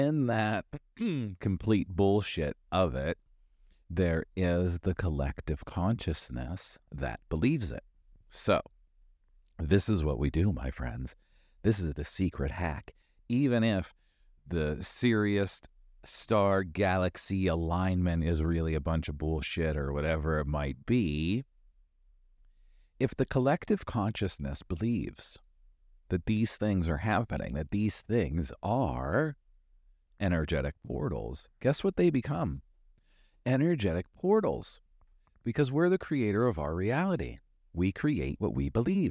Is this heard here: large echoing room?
no